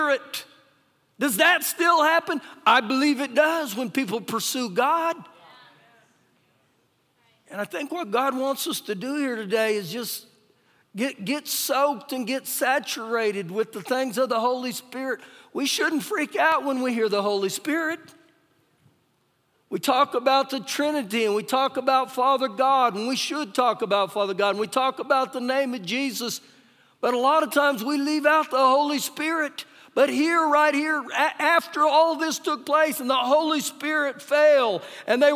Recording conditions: live audience